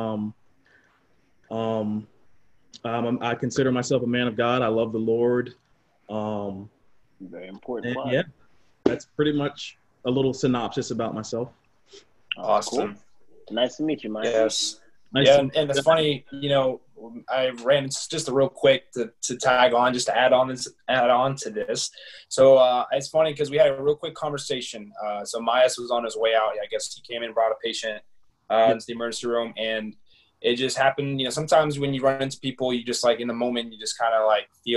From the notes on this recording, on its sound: As a part of the Round Table Series, the crew takes things to a new level in a setting which everyone is able to collaborate across Zoom.